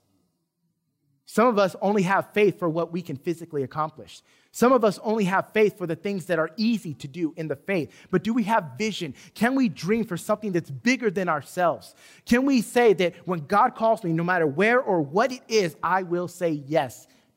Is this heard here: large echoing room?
yes